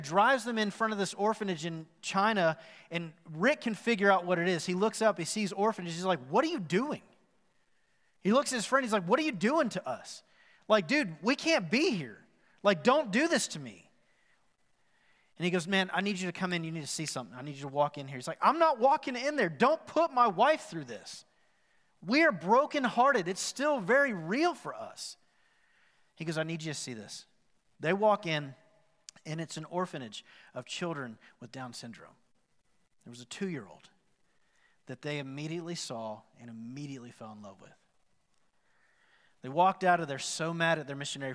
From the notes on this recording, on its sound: Recorded live at The Fellowship at Mt Juliet on March 14, 2021.